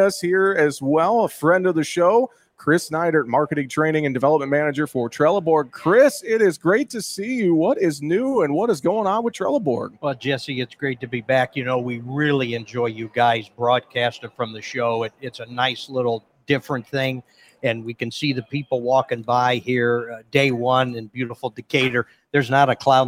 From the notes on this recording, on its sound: we broadcast live from the Farm Progress Show in Decatur, IL with our friends at Trelleborg TWS